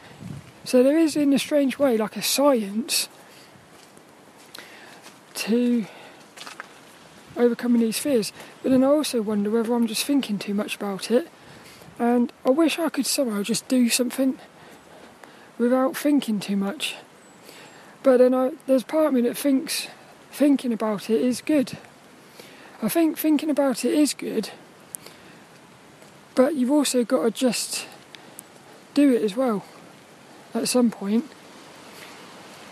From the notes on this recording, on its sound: This 'About The Tings' episode was a walk and talk in the wet windy weather.